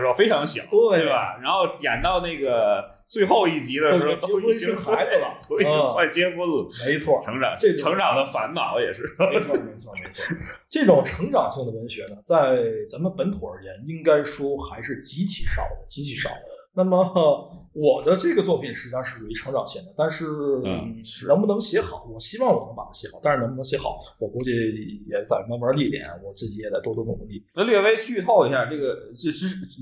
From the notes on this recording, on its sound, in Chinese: 本期由于录音场地的问题，音质略有损失，还望各位听友见谅。